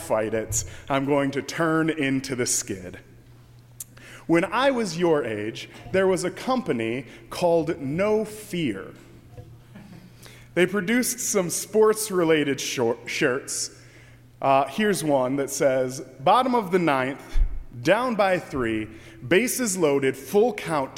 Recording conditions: large echoing room